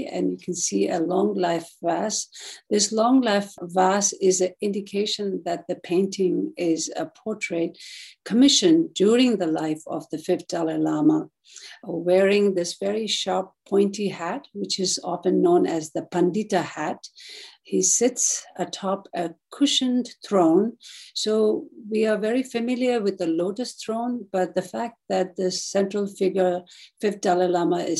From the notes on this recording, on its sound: The Rubin Museum presents a weekly online meditation session. This podcast is a recording of the live online session and includes an opening talk and 20-minute sitting session.